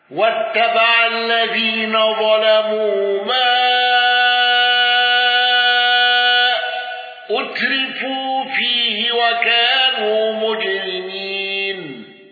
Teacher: الأزرق بالإشباع وترقيق اللام واندرج معه النقاش وحمزة